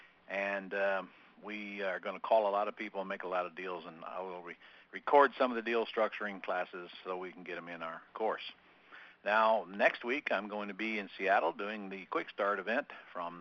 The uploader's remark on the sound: 11-10-2014 Q&A Call